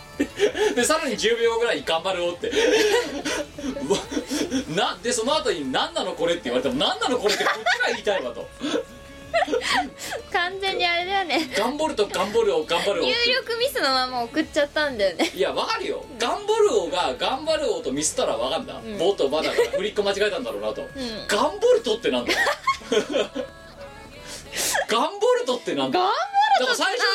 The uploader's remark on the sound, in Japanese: 収録時の機材トラブルか、今回も全体的にノイズが乗っています。ある程度対処してはおりますが、一部不自然に聴こえる、ノイジーな部分が残っております。